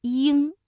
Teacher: 语故事呢，我们就听到这里。掩耳盗铃，在故事当中呢，我们也听到了钟和铃啊，都是乐器。掩耳盗钟是后来演变成掩耳盗铃的，我们现在用的更多的也是掩耳盗铃这个成语。那么铃和钟的韵母有没有共通之处呢？首先啊，铃的韵母是鹰，钟的韵母是翁，它们都是后鼻音韵母。鹰在发音的时候先发小一，舌尖抵住下齿背，舌面前部隆起接近硬腭，嘴唇向两侧展开，似微笑状。那发完一之后呢，舌根迅速的抬起接近软腭，同时软腭下垂，打开鼻腔通道，气流从鼻腔流出，形成后鼻音嗯。那发音结束啊，舌根保持抬起的状态。另外像翁啊，先发韵腹哦，然后舌头后缩，软腭下降，用舌根抵住软腭，气流从鼻腔通过，归音到嗯，唇形始终是拢圆的。那说完了他们俩的发音，我们最后再来梳理一下和前鼻音有哪些区分啊。比如说铃，那对应的是音，那比如说我们读林啊，姓林的林，这个前鼻音呢